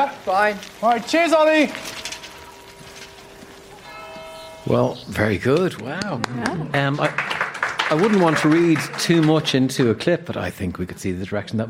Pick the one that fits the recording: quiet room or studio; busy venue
busy venue